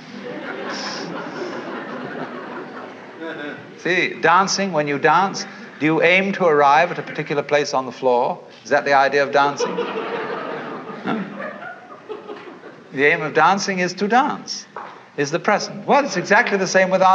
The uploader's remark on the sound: In this intimate session. A seminar session from SMU in 1965.